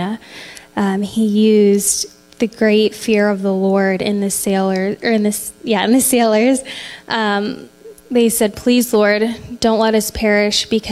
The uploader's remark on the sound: Live from The Summit Church in Dover, OH